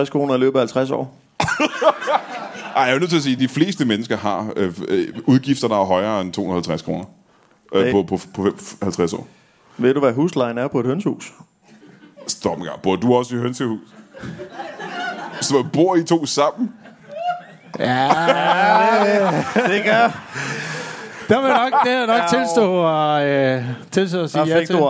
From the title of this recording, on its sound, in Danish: LIVE fra Næstved